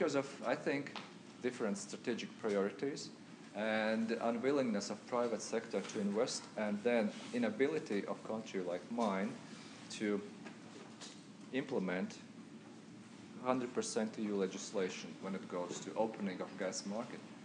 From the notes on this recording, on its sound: at the University of Washington on April 23, 2015